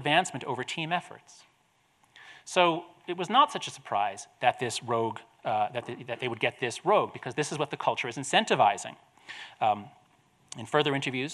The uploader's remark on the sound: This episode features his lecture at the Aspen Ideas Festival.